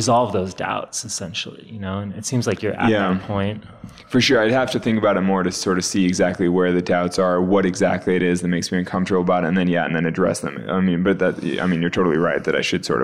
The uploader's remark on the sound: though I was running around The Salt Palace like crazy, I got it on tape for all of you to hear